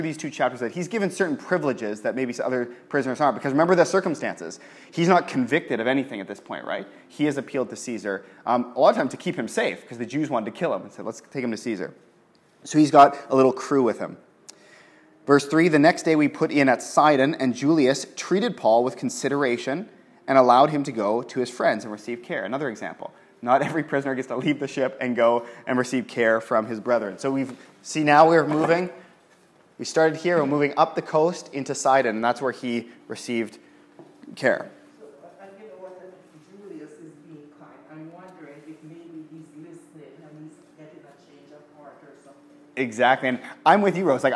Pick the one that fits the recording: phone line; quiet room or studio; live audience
live audience